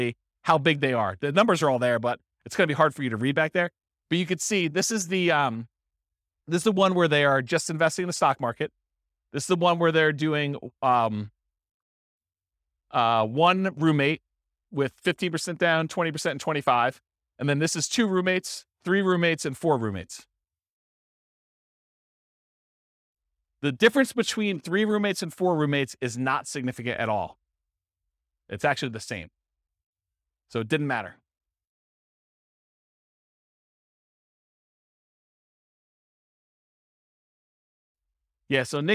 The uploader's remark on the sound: This was a live class recorded